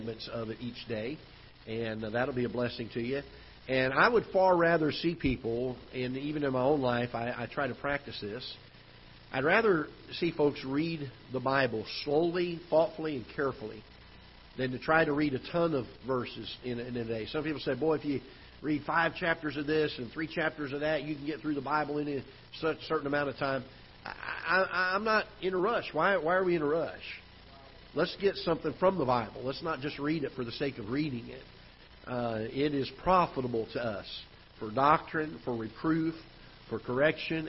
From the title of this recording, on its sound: Ketha Heights Baptist Church ~ Live Broadcast